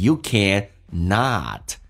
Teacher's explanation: You cannot give what you don't have.你不能够给别人你所没有的一些东西。You can,打开口腔,at 这个发音比较夸张一点，嘴角往后拉，然后上下打开到极限,you can not. Not 的 T 不发音，这叫律音，后面是以辅音开头，而且啊这个发音由啊到啊的一个转变，在美式发音比较夸张，慢慢的打开到极限,you can not.